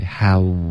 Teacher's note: How 结尾的 wu 嘴唇再嘟起来